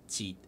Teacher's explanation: jeet is a very low level tone. It's, I believe, the sixth tone, so it's the lowest of the six tones. Jeet. So it's not jeet or jeet, it's jeet.